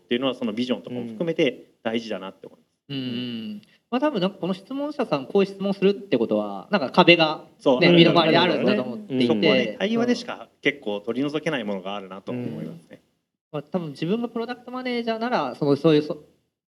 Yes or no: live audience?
yes